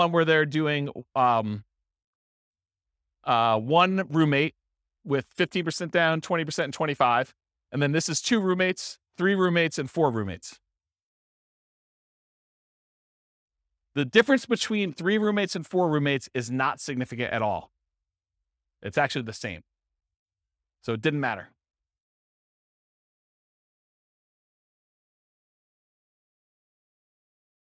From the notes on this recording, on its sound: This was a live class recorded